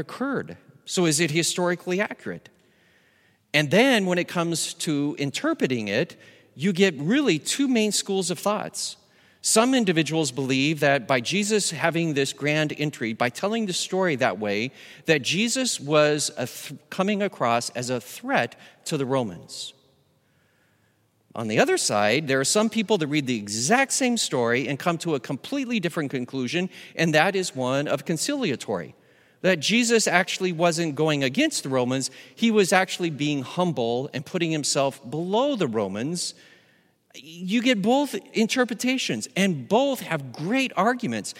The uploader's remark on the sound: Recorded live at Beatitudes Church in Phoenix, AZ